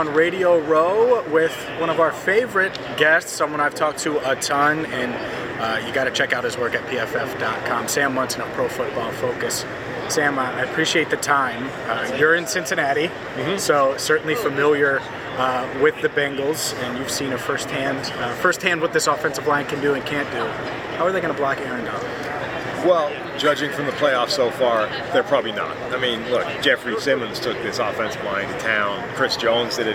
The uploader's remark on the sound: Big Game Week live from Radio Row.